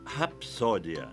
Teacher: o que se tem é um fonema surdo, o P de pato, seguido de outro também surdo, de S. Aqui, ninguém influencia ninguém.